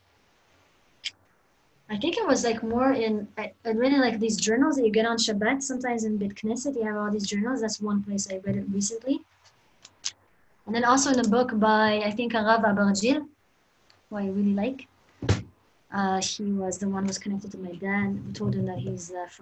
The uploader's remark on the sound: Zoom Class.